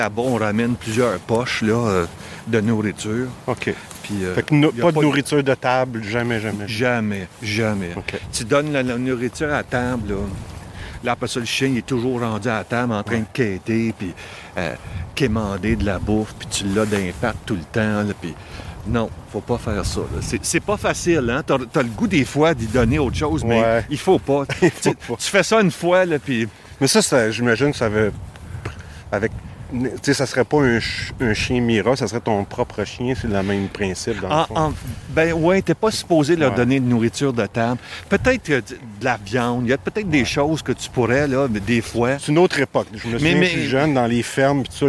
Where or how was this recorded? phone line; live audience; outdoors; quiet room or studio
outdoors